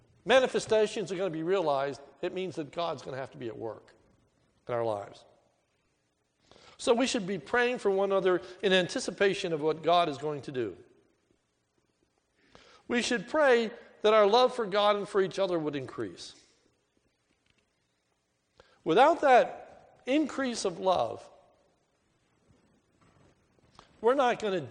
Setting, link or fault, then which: setting, large echoing room